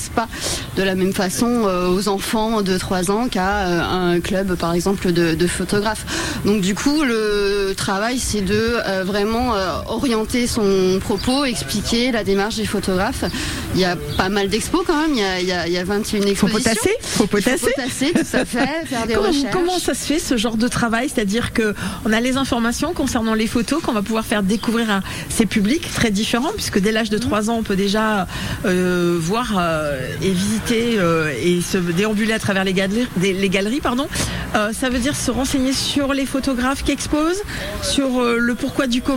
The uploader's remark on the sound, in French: En direct de La Gacilly pour le festival photo édition 2023